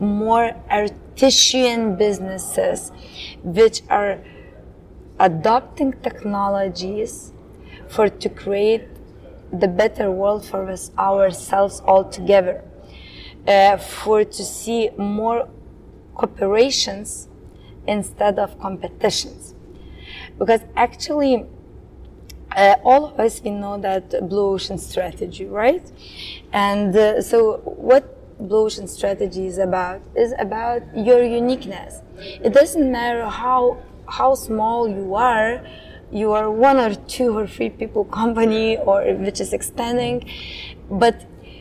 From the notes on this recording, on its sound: on the sidelines of the Impact Day festival in Tallinn